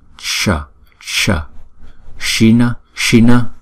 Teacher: Chữ S có dấu sắc này chúng ta phải đọc như là phần palatal, tức là cái đầu lưỡi chúng ta để ở bên trong cái phần hàm răng trên, và chúng ta ểnh cái lưỡi lên đọc là sh, sh, shina, shina.